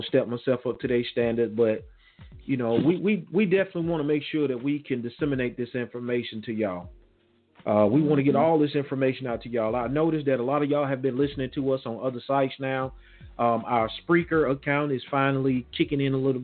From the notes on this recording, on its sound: the phone lines will be open